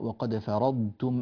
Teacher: الضاد أيضا مفخمة وتأخذ زمنها من الرخاوة الكافية، والتاء ترقق بعدها